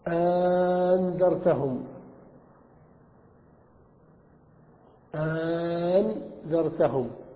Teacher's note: بتخفيف الهمزة الثانية إلى ألف